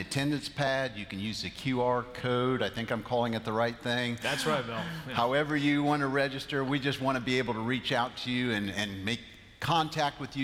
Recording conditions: large echoing room